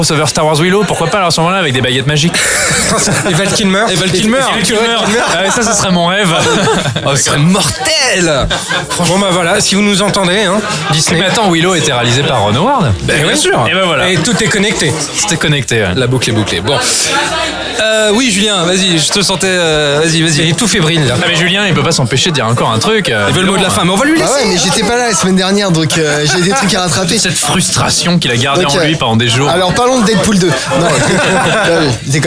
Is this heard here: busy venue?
yes